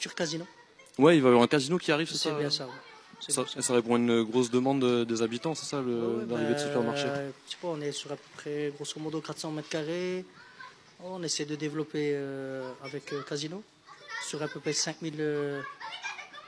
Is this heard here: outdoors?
yes